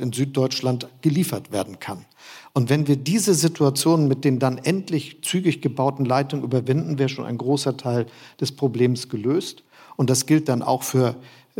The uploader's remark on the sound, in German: Das Gespräch ist eine Aufzeichnung der Veranstaltung "Lange Nacht der ZEIT 2023". In Hamburg vor Publikum stattfand und per Livestream übertragen wurde.